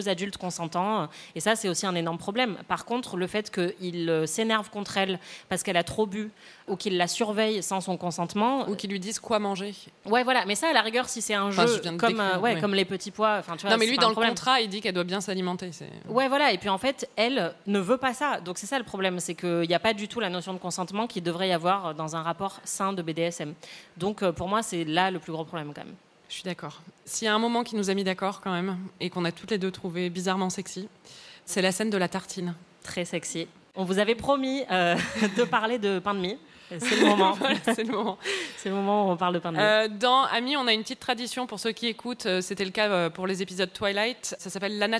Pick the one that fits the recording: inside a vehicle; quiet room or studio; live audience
live audience